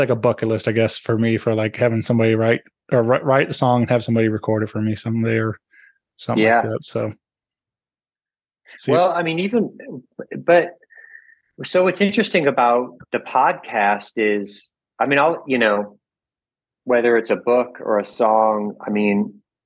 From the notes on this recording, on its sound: Joins me via Zoom.